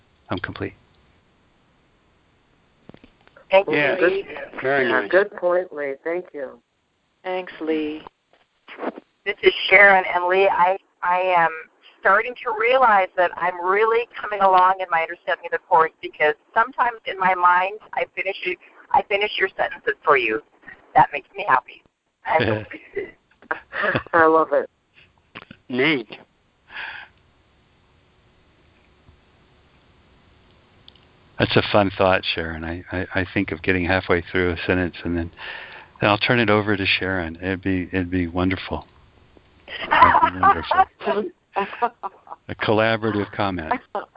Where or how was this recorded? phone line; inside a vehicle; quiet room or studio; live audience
phone line